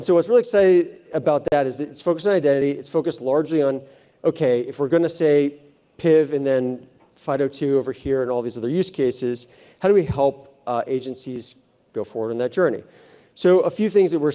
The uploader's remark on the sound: In the closing keynote from the Zero Trust Summit